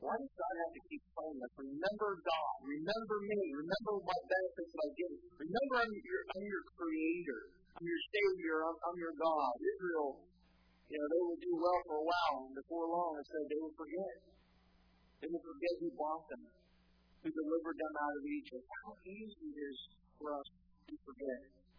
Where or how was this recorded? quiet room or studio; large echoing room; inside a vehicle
large echoing room